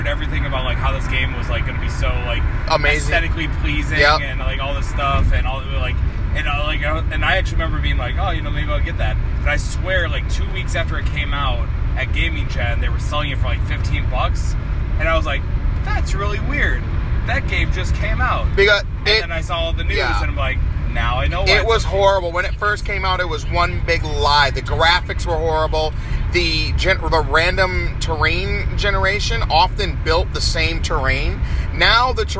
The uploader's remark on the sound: Talking video games in a car driving to a wrestling show.